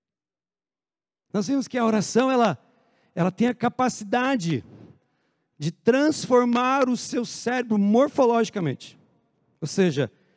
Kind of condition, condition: setting, large echoing room